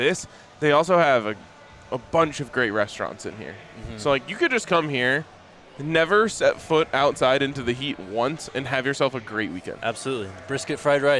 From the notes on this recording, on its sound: live from Circa Resort and Casino in Las Vegas